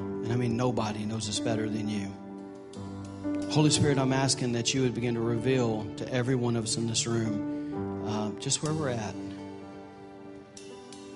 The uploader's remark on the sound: during Easter service at The Anchor Church in Rockport, Maine.